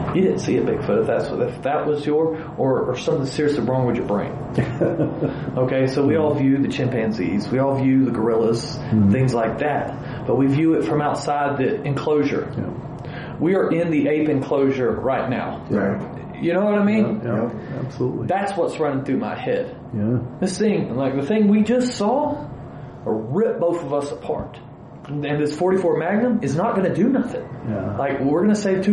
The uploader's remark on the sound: This is an on-site interview, so please excuse the audio quality.